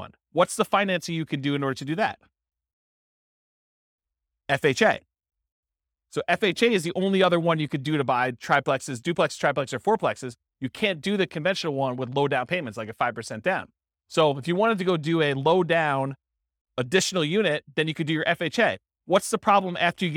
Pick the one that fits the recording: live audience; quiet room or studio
live audience